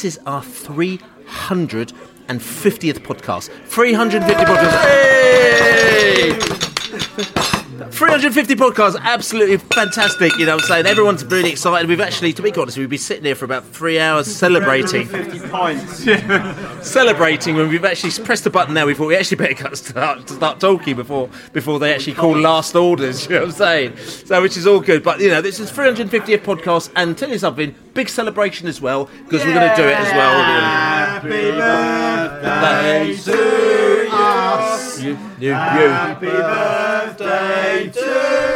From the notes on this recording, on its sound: Pre-Barnsley Podcast from the Pub.